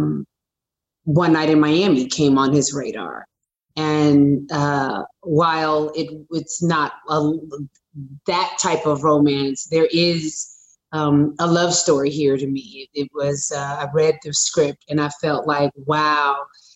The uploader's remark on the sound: in a spoiler-filled virtual Q&A